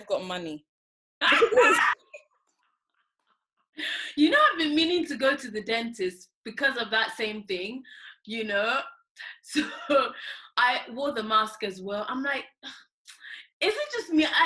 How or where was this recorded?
video call